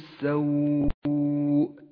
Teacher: إذا وقفت على كلمة السوء فاعلم أن المد مد لين، لأن الواو جاءت ساكنة وقبلها حرف مفتوح